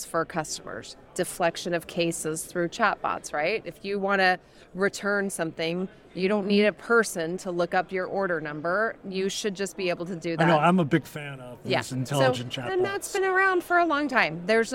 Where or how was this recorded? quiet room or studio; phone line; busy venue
busy venue